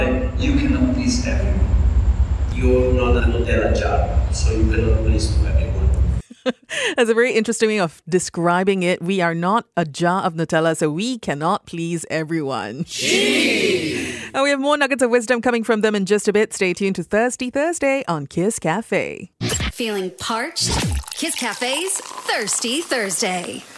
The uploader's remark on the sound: SIPS Barcelona. The World's Best Bar 2023 was just announced right here in Singapore this week. At the press conference after their win!